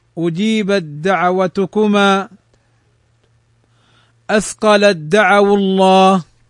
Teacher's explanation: وتضغم التاء في الدال وكذا العكس، نحو أجيبت دعوتكما، أثقلت دعوة الله، أثقلت دعوة الله.